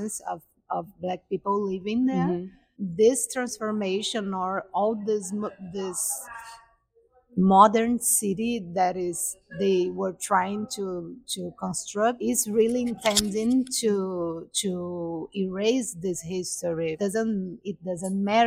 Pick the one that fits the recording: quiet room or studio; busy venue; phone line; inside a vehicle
busy venue